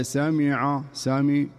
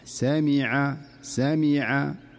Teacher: نسمع البعض مثلا يقول لقد سمع الله قول الذين قالوا، لقد سمع سمع، الصحيح سمع سمع، بهذه الطريقة تكون الميم صافية خالصة من الخيشوم نهائيا · Shown in: second take